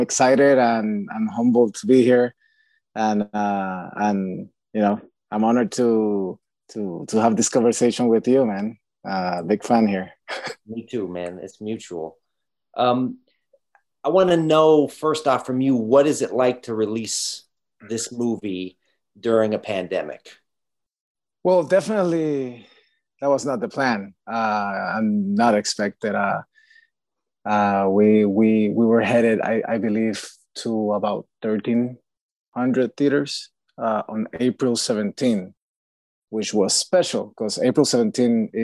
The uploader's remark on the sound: Virtual Q&A.